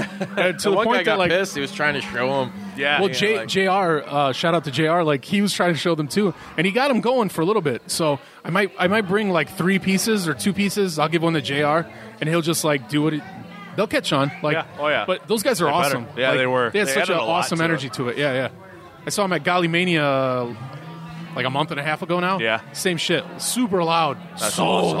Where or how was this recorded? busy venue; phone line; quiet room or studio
busy venue